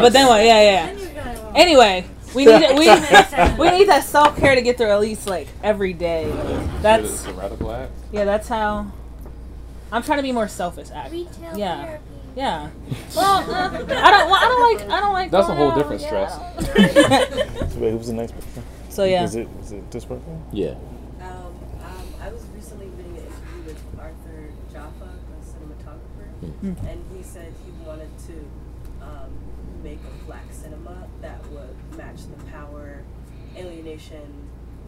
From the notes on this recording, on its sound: At Fantom Comics in Washington DC. Much thanks to Fantom Comics for hosting this panel.